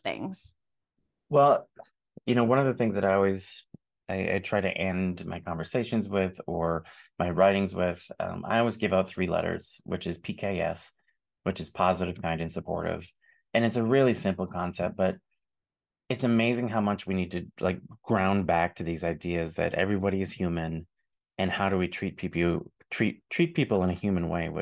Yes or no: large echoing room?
no